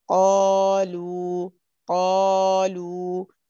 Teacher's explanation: انا عندي المد مفخم من بدايته الى نهايته